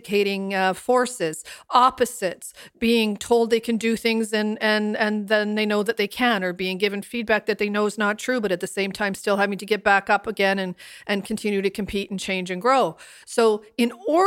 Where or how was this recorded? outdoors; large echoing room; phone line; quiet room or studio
quiet room or studio